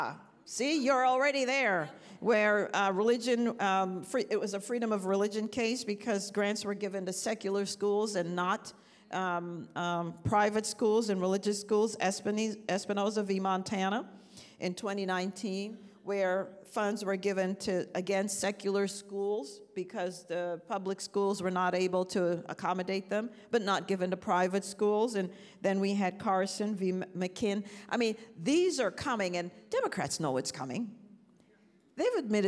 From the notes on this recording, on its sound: This special episode of Women for America was recorded at Concerned Women for America's recent Leadership Summit 2023.